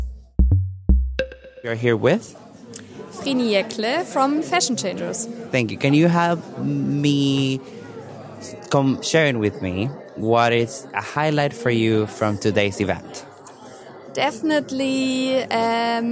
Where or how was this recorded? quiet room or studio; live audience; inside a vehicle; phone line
live audience